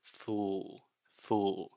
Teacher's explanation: This is a very difficult sound, this final L sound. In linguistics, many times we call this the dark L.